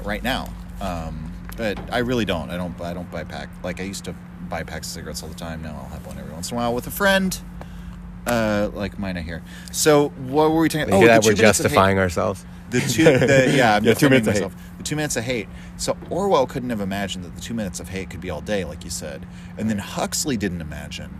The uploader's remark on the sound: Chat at Sagebrush. Made our way around back, even though everything was damp. As the bar had only just opened and there was literally no one else there, owing to the rain & the Thanksgiving holiday, but the traffic was picking up outside as everyone rushed to get home. Eventually, we dried off some chairs and began recording a podcast.